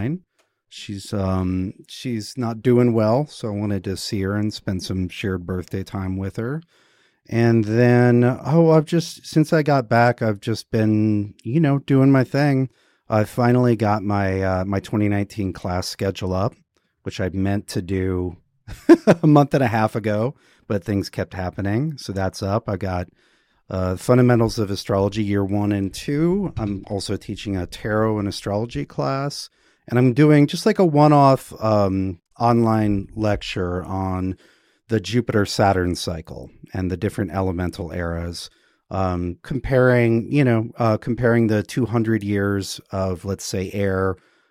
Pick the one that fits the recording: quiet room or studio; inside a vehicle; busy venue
quiet room or studio